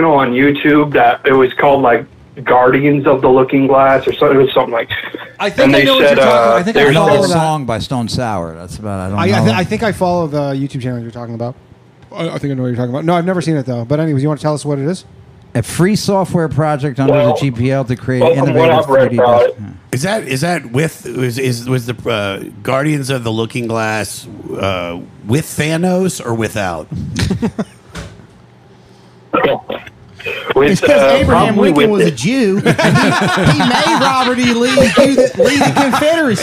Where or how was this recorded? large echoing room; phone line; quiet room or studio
phone line